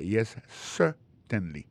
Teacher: pour un mot certainly accent tombé sur premier syllabe · Term: accent tonique